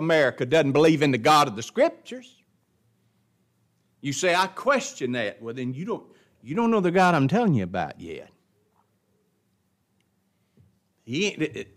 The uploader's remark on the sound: It was taught in the adult Bible class at Grace Baptist of Ruston Louisiana.